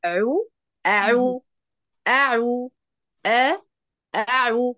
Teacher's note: بداية أعوذ، هل عندك مد بعد الهمزة؟ لا مش موجود، هي مجرد فتحة، همزة فتحة عين ضم عو أعو أعو أعو، وليس أعوذ.